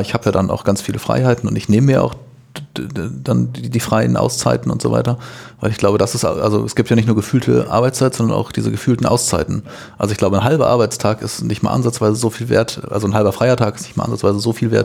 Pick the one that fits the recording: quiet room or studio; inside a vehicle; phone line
quiet room or studio